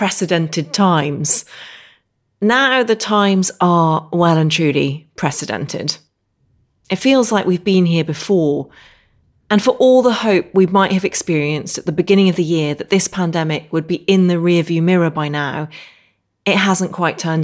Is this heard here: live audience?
no